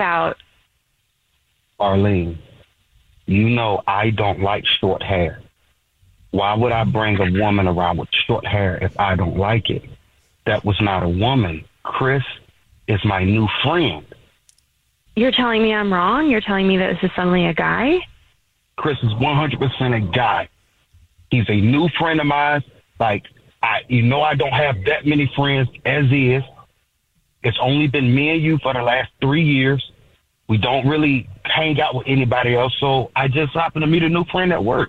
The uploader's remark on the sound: There is a woman on the phone